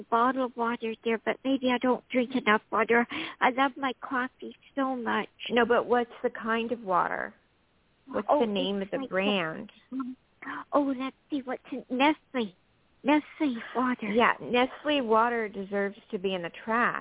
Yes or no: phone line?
yes